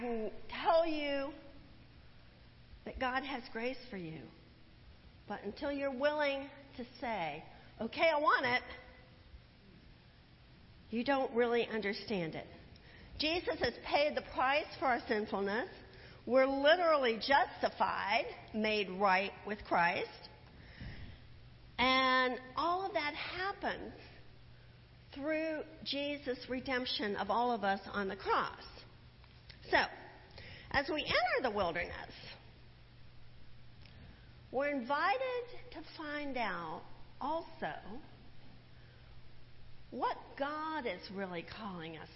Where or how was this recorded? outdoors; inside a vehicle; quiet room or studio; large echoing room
large echoing room